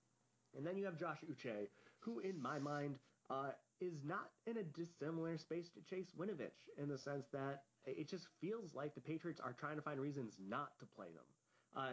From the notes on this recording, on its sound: Audio is quieter on this podcast, as a heads up!